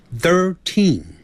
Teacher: 那个 teen 要重读，也就是读出来的时候声音比较重一点